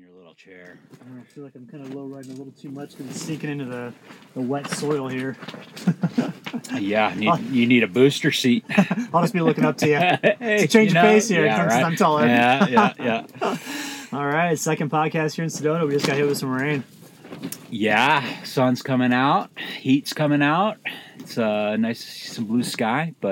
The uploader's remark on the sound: This was a really fun episode to record from our camp outside of Sedona.